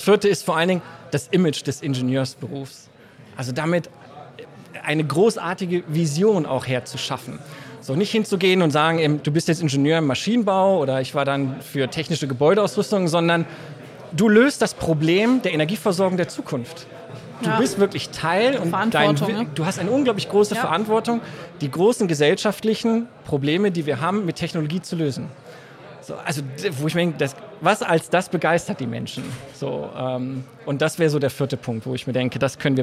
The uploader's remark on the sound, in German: LIVE vom DIT 2023.